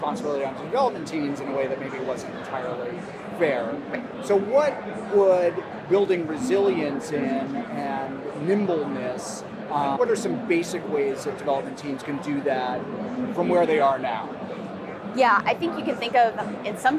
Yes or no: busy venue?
yes